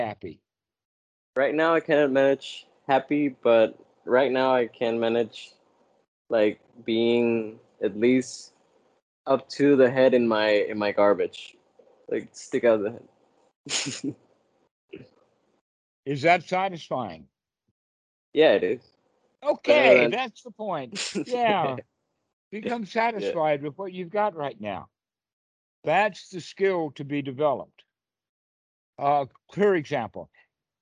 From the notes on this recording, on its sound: skype calls